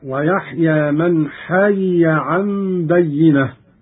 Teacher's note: قرأ قالون بفك الإدغام هكذا: ويحيى من حي عن بينة. ياء مكسورة ثم ياء مفتوحة.